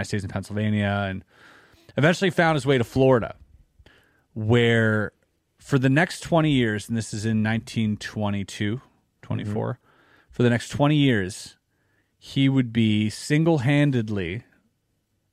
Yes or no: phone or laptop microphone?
no